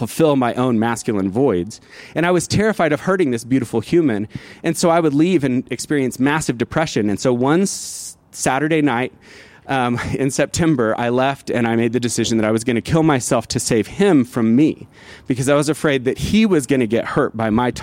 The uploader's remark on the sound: This story was recorded live, outside of Buntport Theater